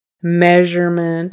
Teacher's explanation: So that S in there is a ZH sound. That's like a voiced SH. It's Z, Z. Measurement.